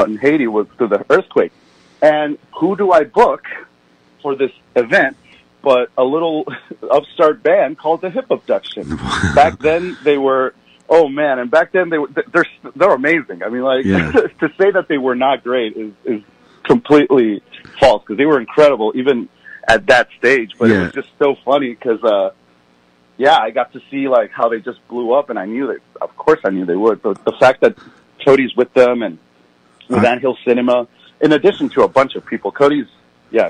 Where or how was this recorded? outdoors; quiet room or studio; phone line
phone line